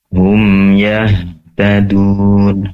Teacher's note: Begitupun dengan yahtadun, pastikan ha yang sukun atau mati di sini disempurnakan sifat hams, yaitu menyebarnya udara atau nafas di dalam dada lebih luas lagi